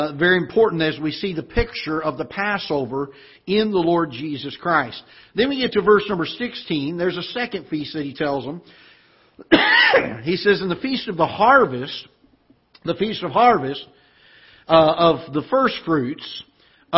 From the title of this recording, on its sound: Ketha Heights Baptist Church ~ Live Broadcast